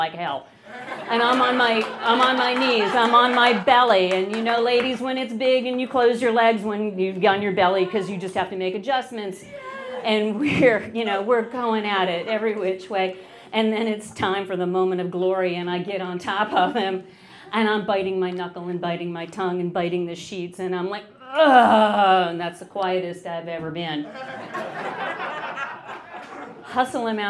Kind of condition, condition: setting, live audience